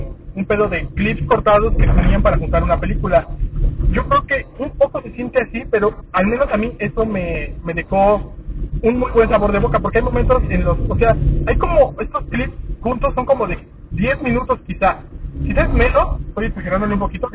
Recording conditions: poor sound quality